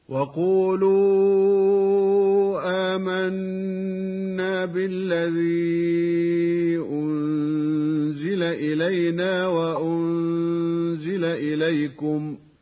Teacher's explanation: فياء إلينا وإليكم ساكنة مفتوح ما قبلها، لا مد فيها كما سمعنا · Term: حروف اللين